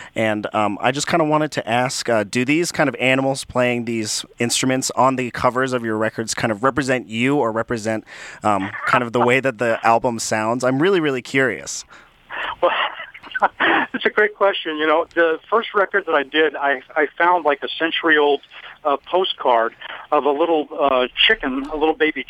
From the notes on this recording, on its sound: Telephone Interview live on Radio1190!